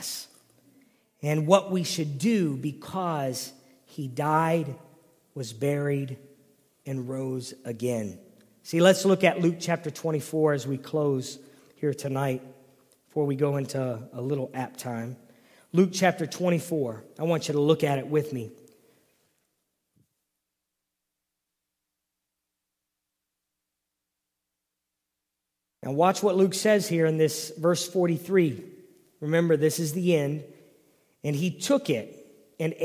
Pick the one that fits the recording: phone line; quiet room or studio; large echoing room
large echoing room